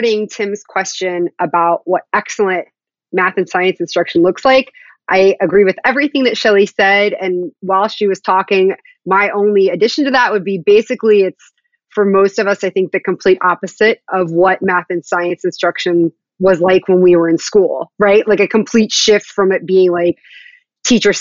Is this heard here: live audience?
no